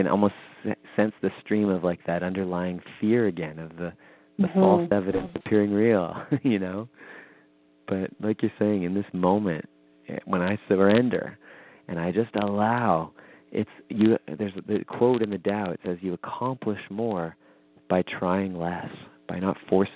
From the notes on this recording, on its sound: weekly call in show